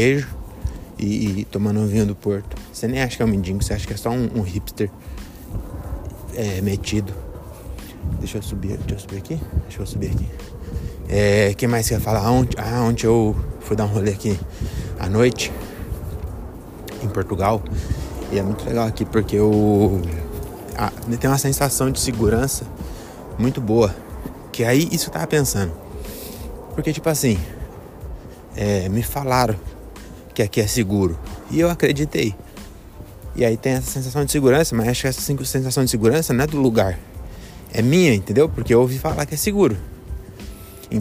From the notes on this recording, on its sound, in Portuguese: Episódio gravado nas ruas de Belém